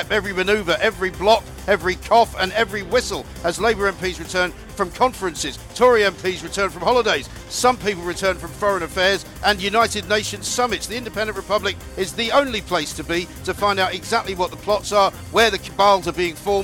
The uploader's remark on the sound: Parliament Resumes: Live from College Green.